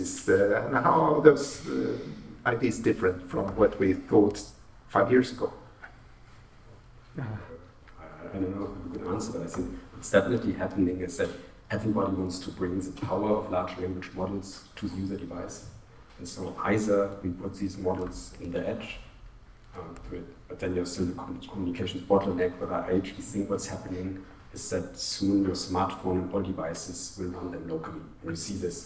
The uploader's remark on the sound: Live Podcast. A live recording from the Wireless Future Symposium. A panel of experts answered questions that we received on social media.